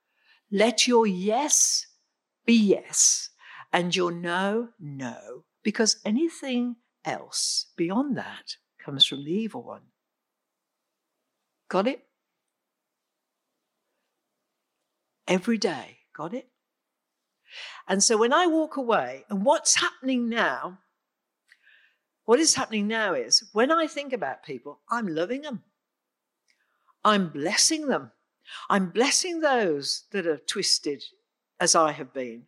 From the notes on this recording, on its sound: Recorded on 13th June 2021 at Raunds Saxon Hall under limited covid rules and regulations.